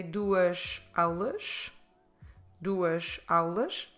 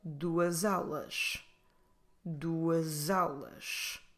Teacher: I can make that S as a Z · Shown in: second take